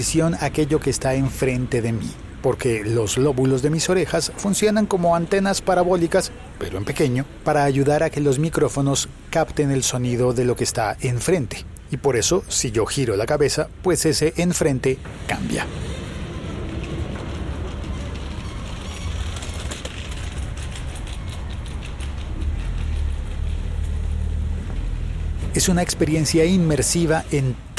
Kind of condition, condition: setting, outdoors